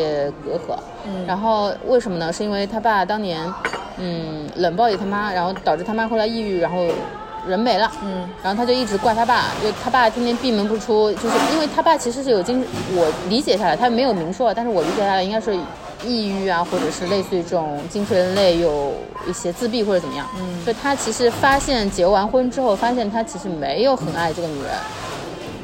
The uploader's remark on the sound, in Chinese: 每次录制基本都是在餐厅吃饭，没有条件升级录音设备。本次录制花费：映彩餐厅。